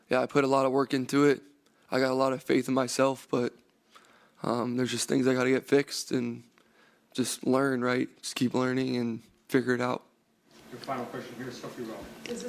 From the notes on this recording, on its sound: Addresses the media during his postgame press conference following New England's 10-6 loss to the Indianapolis Colts in Frankfurt, Germany.